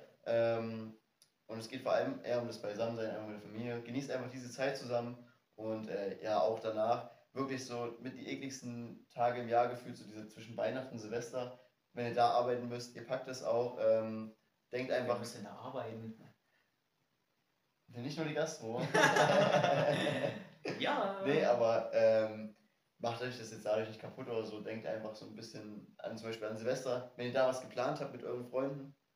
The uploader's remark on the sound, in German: leider hat sich das Audioproblem wiederholt, deshalb hört ihr wieder den Kamerasound.